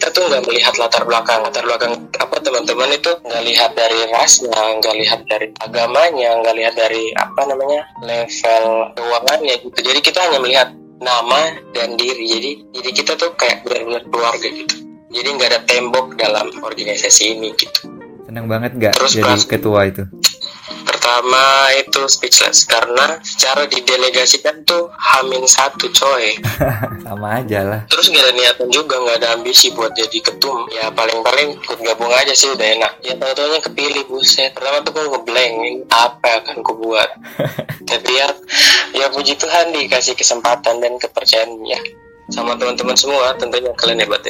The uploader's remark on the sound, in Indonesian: sorry audio nya kurang bagus, karena kita phone call